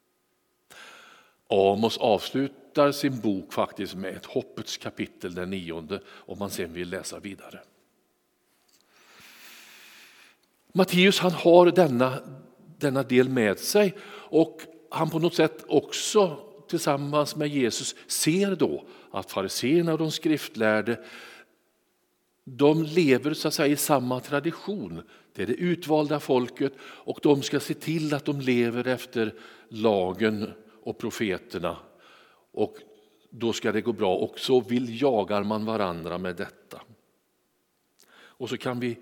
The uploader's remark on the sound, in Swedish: Inspelning från Immanuelskyrkan Skövde.